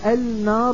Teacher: وأدغمت اللام في النون في كلمة النار والناس